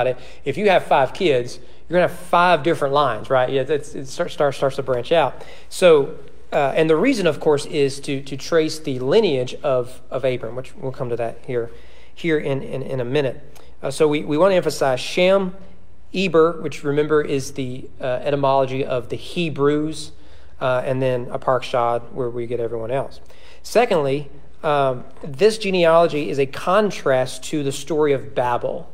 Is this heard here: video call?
no